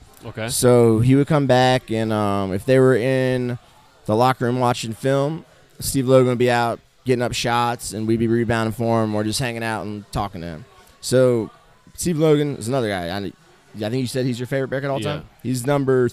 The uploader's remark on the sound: on location at DogBerry Brewing in West Chester